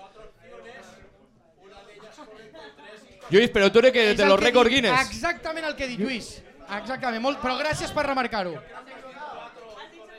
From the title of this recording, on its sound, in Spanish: LIVE en THE 1916 IRISH PUB